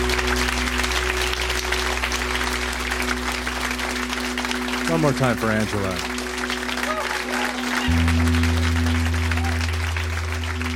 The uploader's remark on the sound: Recorded live at Yuk Yuk's in Ottawa.